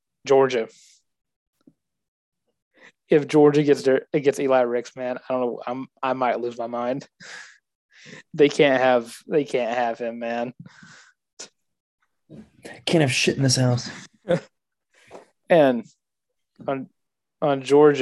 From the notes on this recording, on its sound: the Zoom edition of The Benchwarmer's Podcast